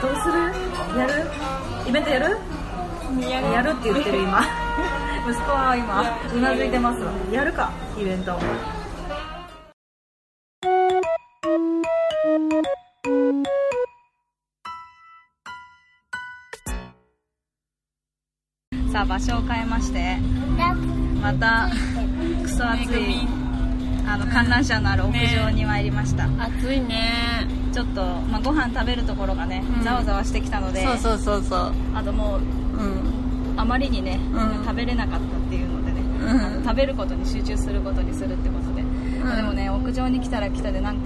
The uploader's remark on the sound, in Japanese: 外収録！屋上かまたえん